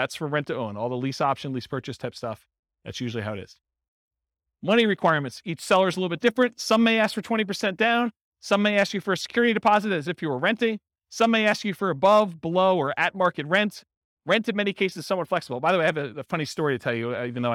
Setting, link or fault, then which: setting, live audience